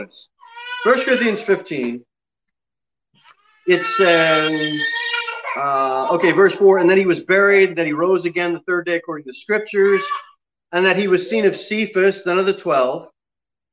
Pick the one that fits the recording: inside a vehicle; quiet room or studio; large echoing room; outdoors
large echoing room